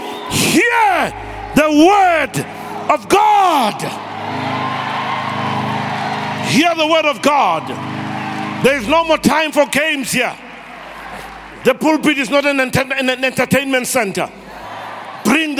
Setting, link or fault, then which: setting, large echoing room